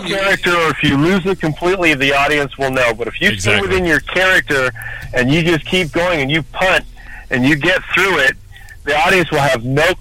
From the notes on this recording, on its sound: Phone lines were lit! We had our very first “6-way Great 8 Quiz”!